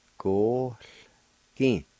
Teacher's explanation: And in the first part, right between the O and the L, at the beginning of the word, there's a faint H sound